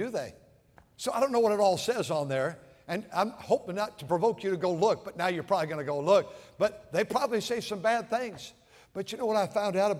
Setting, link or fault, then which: setting, large echoing room